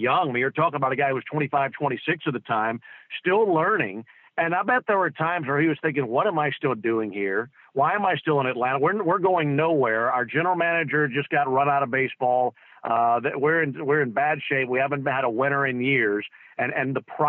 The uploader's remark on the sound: joins on the Modern Woodmen phone line